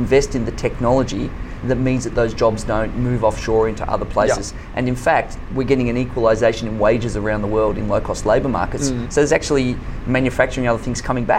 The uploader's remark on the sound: This interview was recorded at CeBIT Australia, the Asia Pacific’s largest and longest running business technology event.